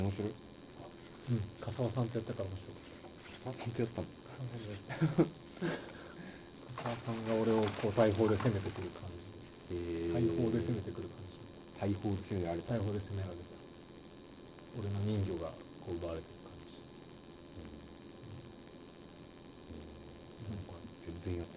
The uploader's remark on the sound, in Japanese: 相変わらず音質が悪く申し訳ないです。次の収録から録音環境を調整します。